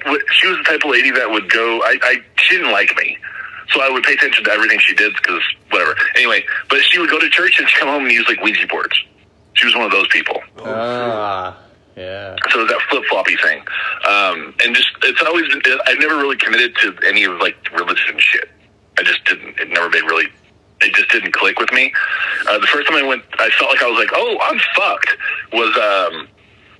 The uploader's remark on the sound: We also take some phone calls.